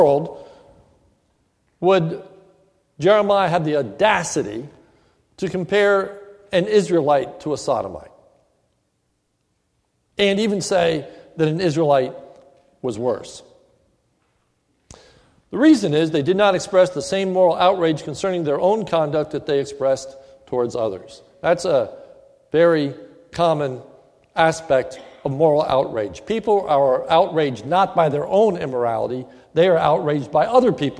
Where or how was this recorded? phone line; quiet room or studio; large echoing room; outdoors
large echoing room